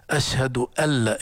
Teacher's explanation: علم التجويد علم أدائي، علم لغوي، هي في الأذان أشهد أن لا، لكن هذه النون العرب لا ينطقونها، يدخلون النون الساكنة في اللام وبيسموها هذا إدغام بلا غنة